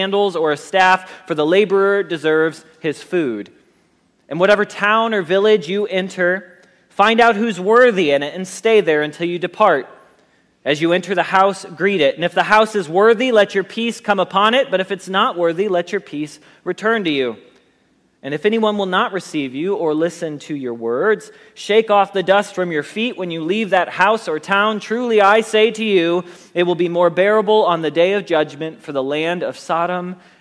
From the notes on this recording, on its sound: Message Preached at Valley Creek Church